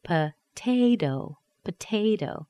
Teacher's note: The first T is in a primary stress. It sounds like a T. The T-O is in a weak stress. It sounds like a D.